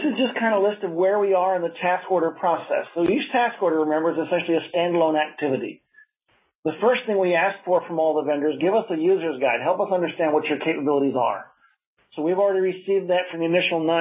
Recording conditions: phone line